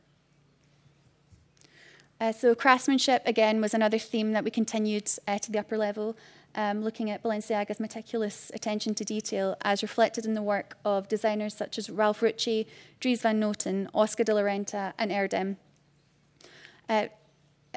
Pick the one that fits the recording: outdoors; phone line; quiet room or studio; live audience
live audience